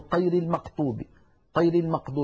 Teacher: يعني مثلا بعض أهل تلك المناطق يقولون طير المقطوب، طير المقطوب بالفاتحة بدلا من غير المغضوب، يشوبون صوت الغين بشيء من القاف